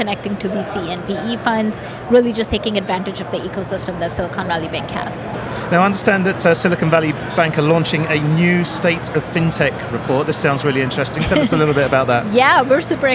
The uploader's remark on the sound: Recorded in partnership with Banking Circle at Money20/20 USA, that took place in Las Vegas. We recorded a series of interviews on the Banking Circle booth with a number of the speakers and attendees from the conference.